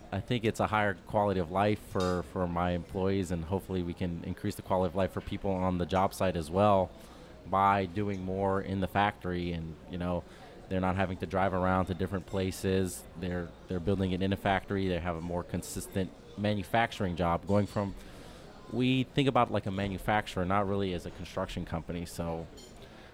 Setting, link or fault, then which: setting, busy venue